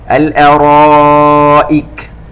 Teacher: عندنا هنا مد متصل يمد بمقدار 4 حركات